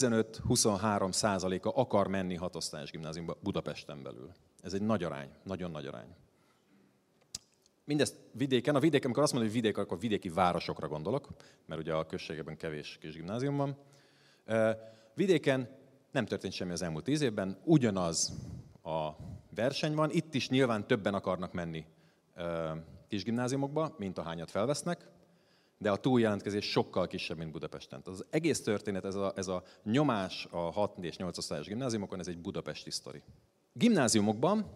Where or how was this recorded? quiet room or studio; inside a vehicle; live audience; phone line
live audience